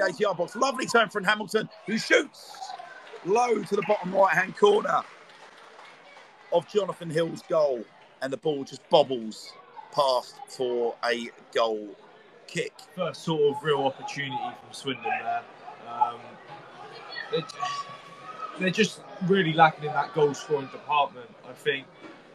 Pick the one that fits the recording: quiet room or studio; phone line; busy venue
busy venue